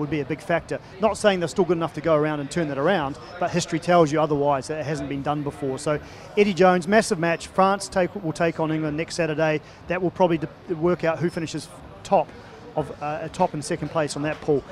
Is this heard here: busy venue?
yes